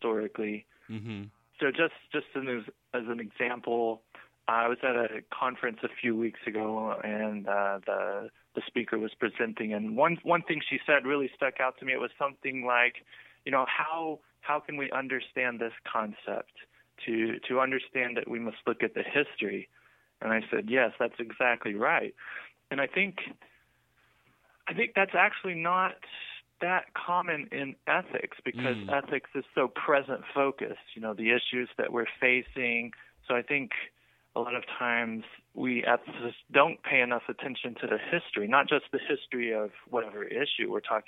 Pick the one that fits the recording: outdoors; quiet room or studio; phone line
phone line